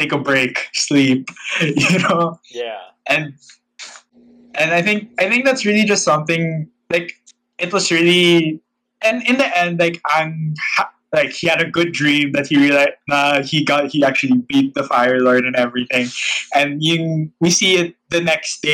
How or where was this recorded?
video call